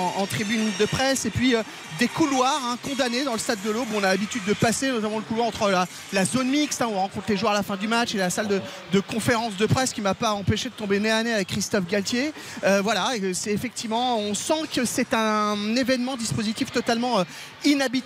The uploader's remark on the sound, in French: en direct du stade de l'Aube